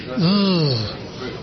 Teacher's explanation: So, a voiced means vocal cords vibrating. Alveolar means tongue on that ridge behind the teeth. And it's a fricative, so that must be zzz.